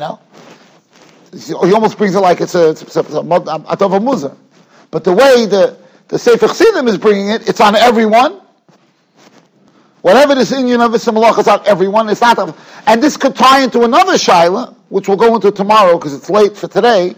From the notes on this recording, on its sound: Shiur recorded in Yeshivas Ohr Reuven, Monsey, NY.